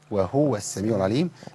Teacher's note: لأن الهاء عندي مضمومة، ولو قلت وهو يبقى أنا دخلت في قراءة تانية، وده ما ينفعش اصلا.